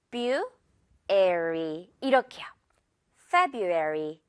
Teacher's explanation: 이 brew 가운데 부분은 뷰라고 발음을 해버릴 수도 있어요. 워낙 빠르다 보니까 February.